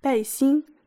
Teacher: 背心 fourth tone and first tone